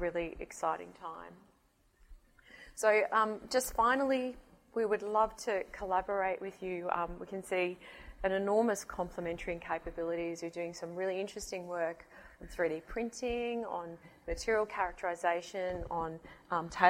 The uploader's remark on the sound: IFE Distinguished Visitor Lecture, recorded 15 February 2019 at QUT